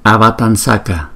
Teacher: vì chữ S thuộc vùng dental nên đổi chữ Anuswara M có dấu chấm thành chữ N cũng thuộc vùng dental